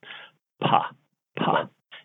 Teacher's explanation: you can actually feel that your lips open just a little bit before your voice box starts to vibrate · Term: pa sound